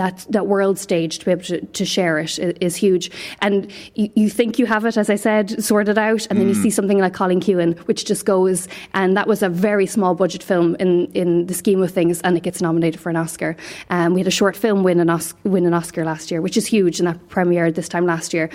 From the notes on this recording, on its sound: The Hard Shoulder is LIVE from the Galway Bay Hotel as part of Newstalk's Summer Tour.